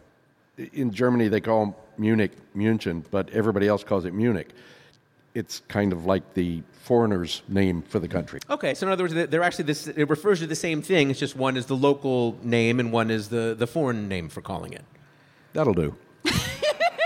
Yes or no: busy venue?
yes